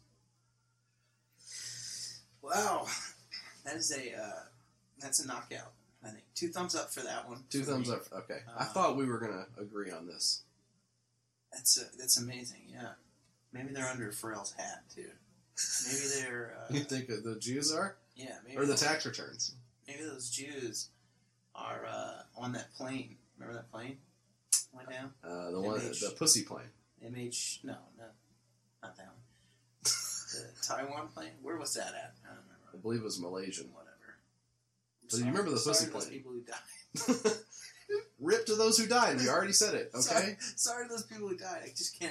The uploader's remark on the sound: The audio may be screwed up.